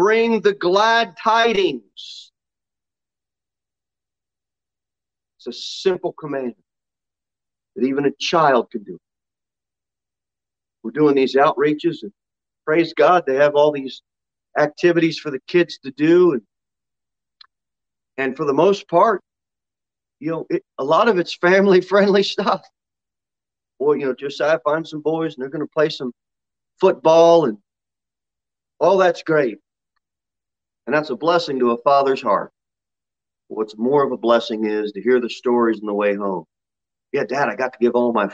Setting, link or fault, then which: setting, large echoing room